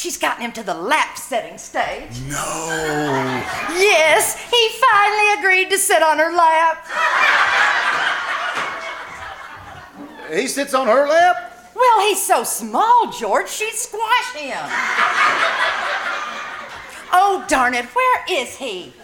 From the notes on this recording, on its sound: The KCAL Old Time Radio Troupe performed "LIVE" at the First Vineyard Winery in Jessamine County, Kentucky. Here is the audio from the second half of their show.